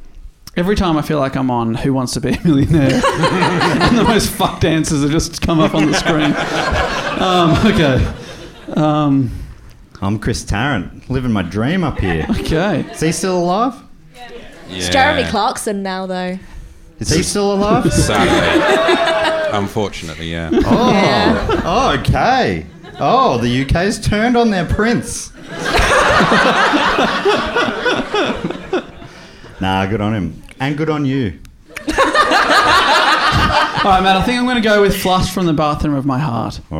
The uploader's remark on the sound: Recorded live at the Comedy Box in Bristol, UK!